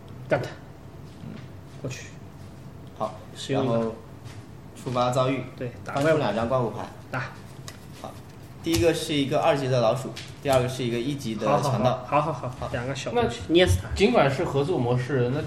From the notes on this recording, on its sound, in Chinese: 在Joypie的实体店体验了一把《命运之手：严酷的试炼》，并把当时游戏的现场以音频形式带给大家！